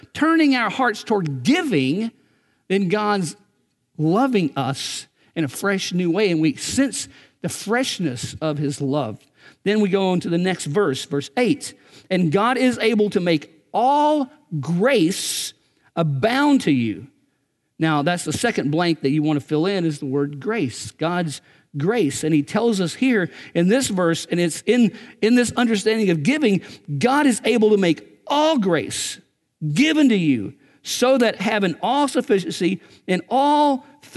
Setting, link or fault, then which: setting, large echoing room